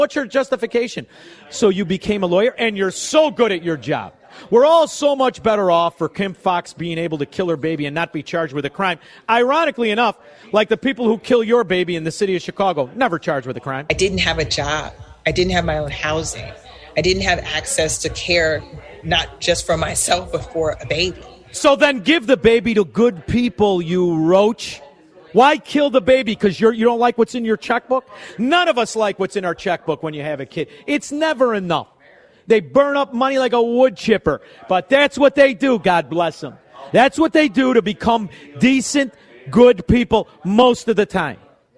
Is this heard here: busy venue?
yes